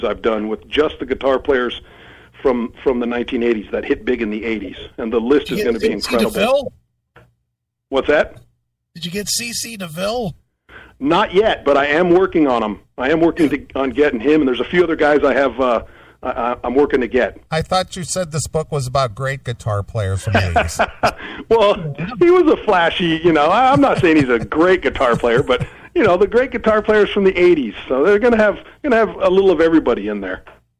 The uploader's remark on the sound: called